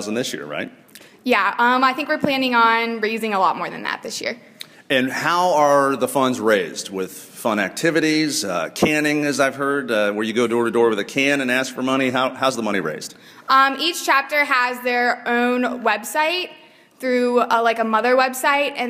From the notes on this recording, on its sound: The show begins with a live audience at the University of Cincinnati